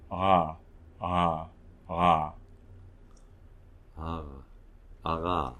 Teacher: I just want to jump back to the uvular position and see if we can find a uvular approximant R